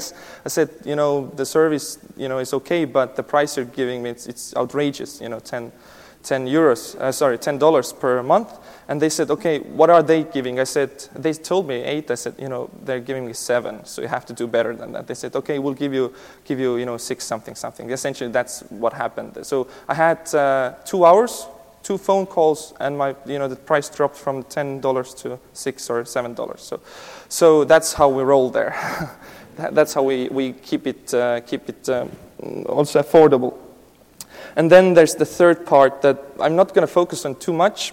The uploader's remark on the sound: This keynote session was presented at the 2018 DPharm conference.